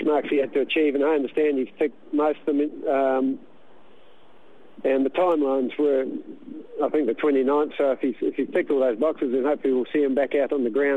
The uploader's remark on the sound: on the phone